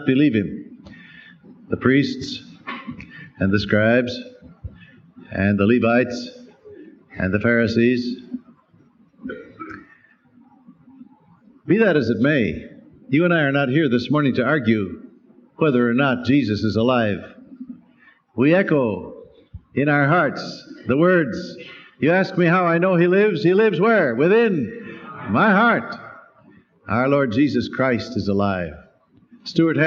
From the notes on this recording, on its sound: Special Easter Sunday sermon, preached live by Dr. At Calvary Baptist Church, New York City.